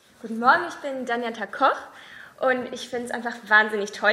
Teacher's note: Ihre Grundstimme ist suboptimal erhöht und sie benutzt auch eine aufsteigende Intonation.